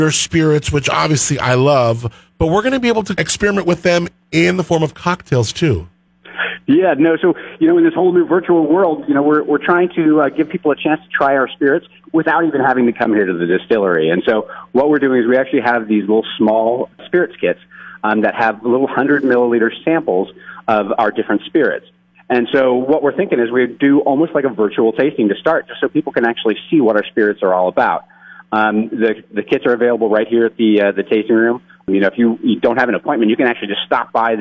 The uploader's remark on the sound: called into the morning show today